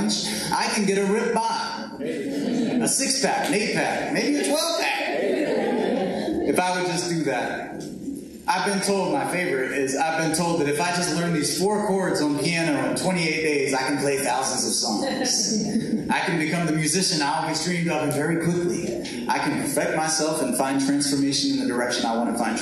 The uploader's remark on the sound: this sermon has been pulled from our livestream so be aware of lower quality audio